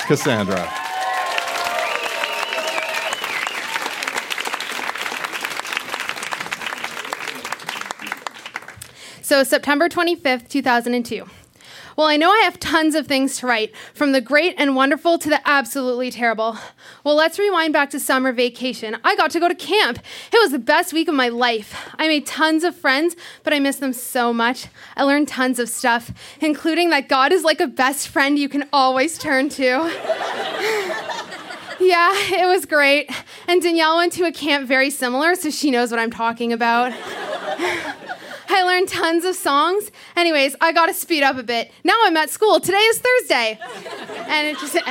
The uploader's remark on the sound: Recorded live at Yuk Yuk's in Ottawa.